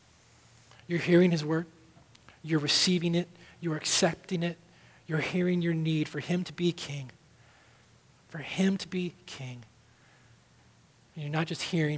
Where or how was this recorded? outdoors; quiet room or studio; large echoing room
large echoing room